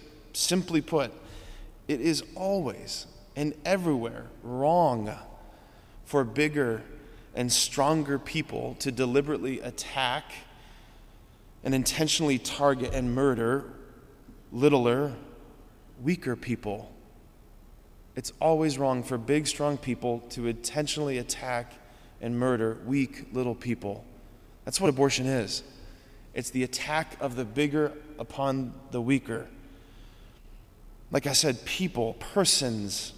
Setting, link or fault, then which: setting, large echoing room